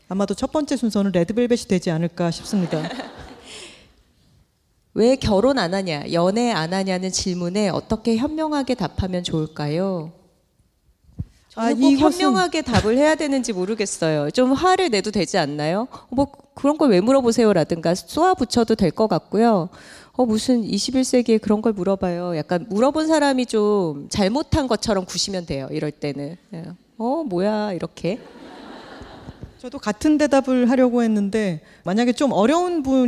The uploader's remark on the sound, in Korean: 스포티파이와 함께한 여둘톡 1주년 공개방송